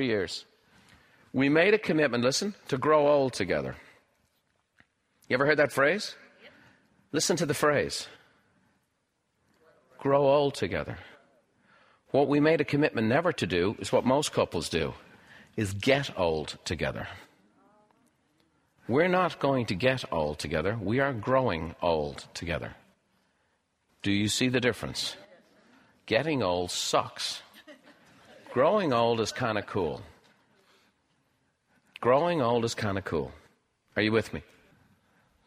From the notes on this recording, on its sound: Recorded live at Buffini & Company’s The Peak Experience. Walks the audience through a writing exercise.